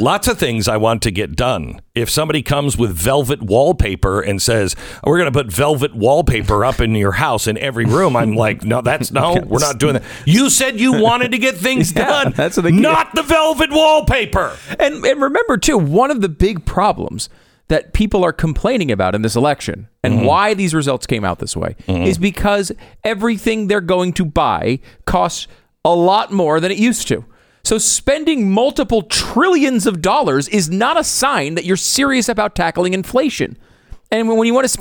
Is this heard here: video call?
no